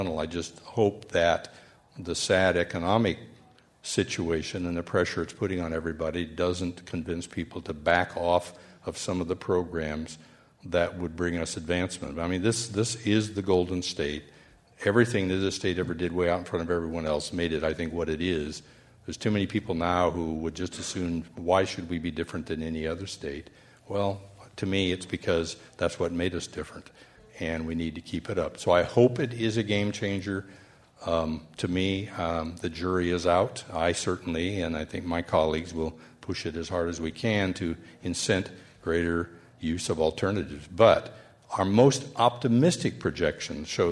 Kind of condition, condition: setting, live audience